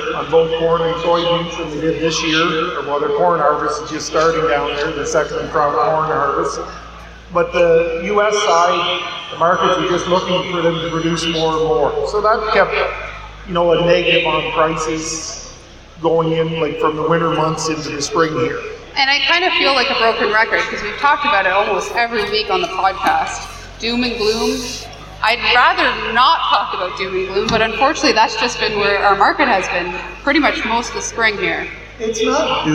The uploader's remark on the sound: First ever live taping of the Grains Matter Chatter podcast.